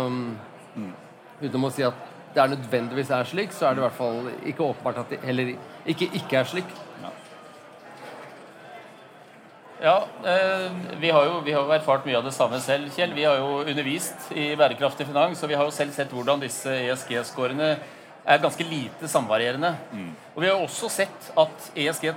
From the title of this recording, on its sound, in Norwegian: LIVE på ONS 2022